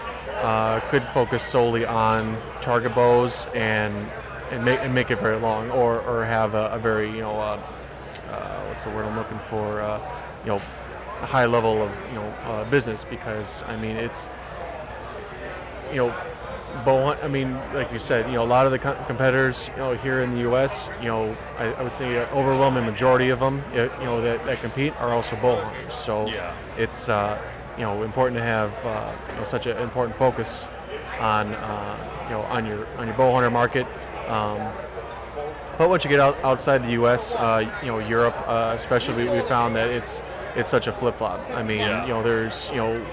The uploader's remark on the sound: at the booth LIVE from the Woods N Water Outdoor Weekend.